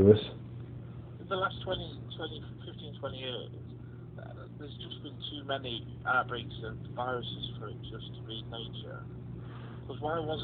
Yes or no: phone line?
yes